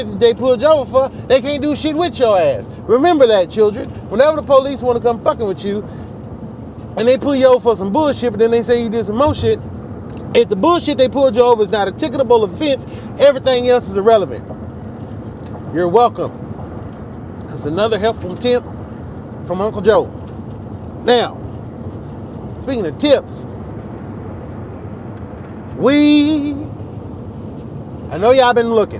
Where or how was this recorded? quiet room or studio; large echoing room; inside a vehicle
inside a vehicle